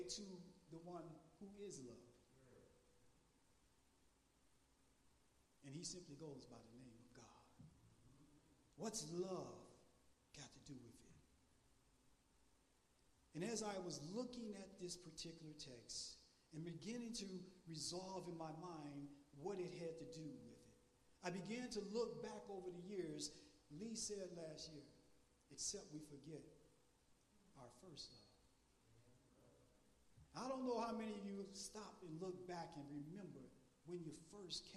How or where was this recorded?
large echoing room